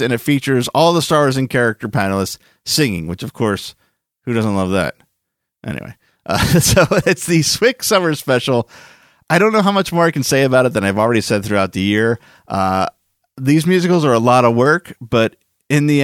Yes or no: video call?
no